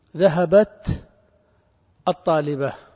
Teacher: فإذا وصلت الكلمتين ستسقط همزة الوصل وتلتقي تاء التأنيث الساكنة واللام الساكنة